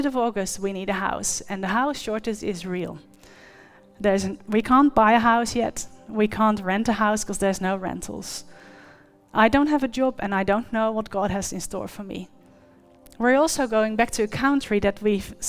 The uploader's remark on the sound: The live stream of Destiny Church Atherton.